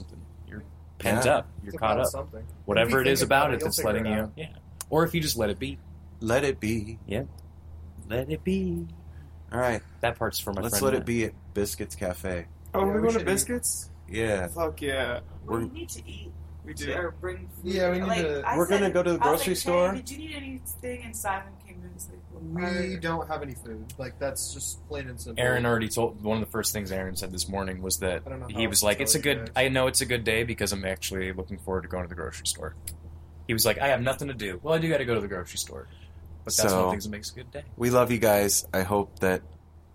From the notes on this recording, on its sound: A Morning On The Porch. This is a live therapy session with the No Simple Road Crew, unedited, raw, unfiltered, and real.